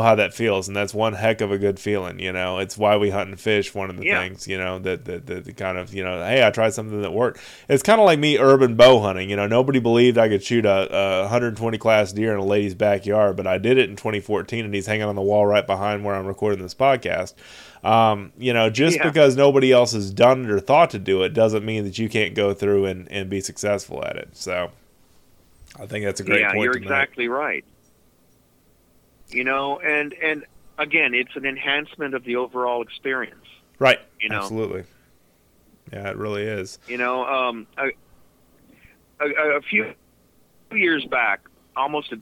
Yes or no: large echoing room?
no